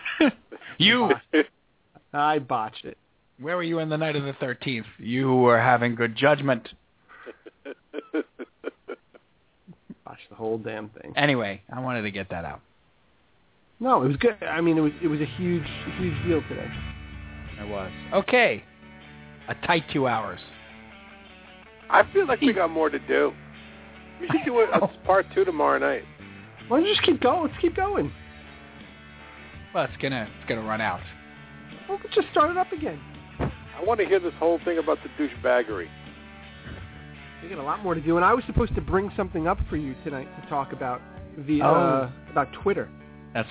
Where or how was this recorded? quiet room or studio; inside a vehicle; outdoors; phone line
phone line